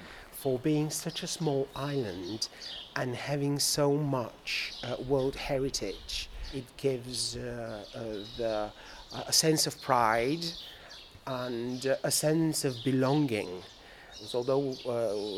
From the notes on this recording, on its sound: Malta: land of sea and stone. Some on-location audio.